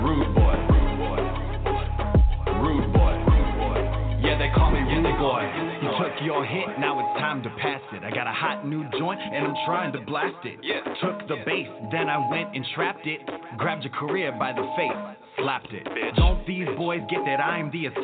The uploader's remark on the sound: Left of Str8 Show Live from Palm Springs. We are LIVE from the beautiful INNdulge Resort here in Palm Springs, CA. We will have guests driving in from all over Southern California, and one from Canada even.